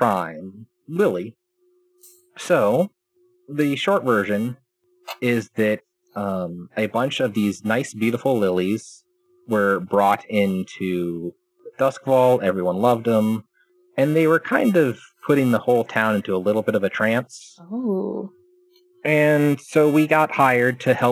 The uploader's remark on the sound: Sorry for the fuzzy audio distortion on this one. I did my best to EQ it down while still keeping the track human-sounding.